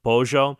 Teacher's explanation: The double L's are not a Y sound. It is an SH sound.